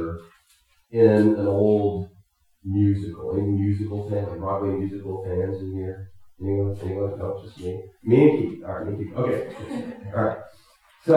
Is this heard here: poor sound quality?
yes